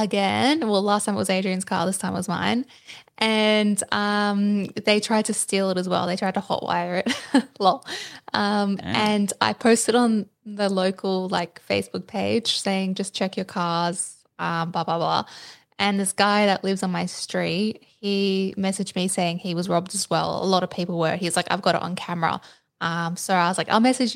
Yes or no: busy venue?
no